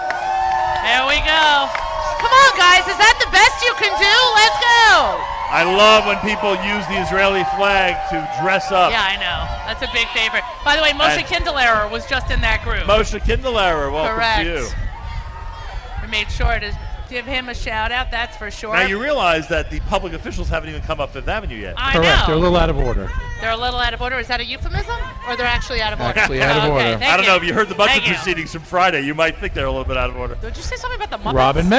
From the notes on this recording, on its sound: LIVE from NYC.